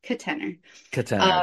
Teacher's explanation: I'm sort of pronouncing it with a schwa in the first syllable